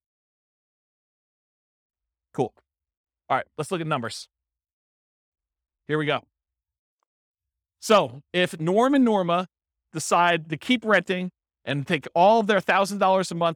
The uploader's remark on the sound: This was a live class recorded